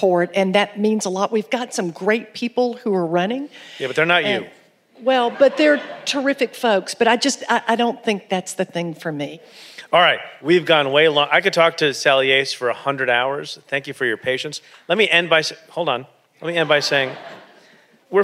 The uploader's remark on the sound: Live from the Buckhead Theatre in Atlanta, Georgia.